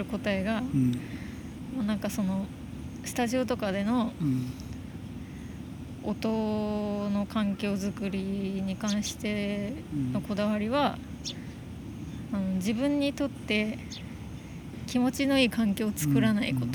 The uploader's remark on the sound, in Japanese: 今回、僕らは別府で一泊して大分市に向かうのですが、夕暮れ海岸沿いの公園はあまりにも素晴らしかったので、ついここでバイノーラルで収録することにしました。空間をきちんと感じて、受け取って、音楽もなく、マイクを立てたら、ただ10分間の他愛もない話。